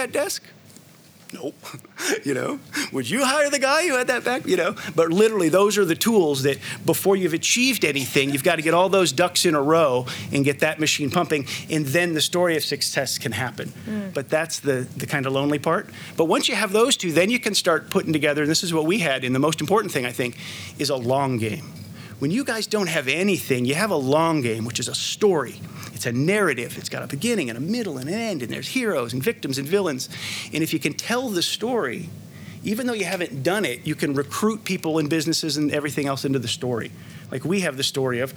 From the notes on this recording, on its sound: This talk was recorded on the Eat Drink Vegan stage at Vevolution Festival 2018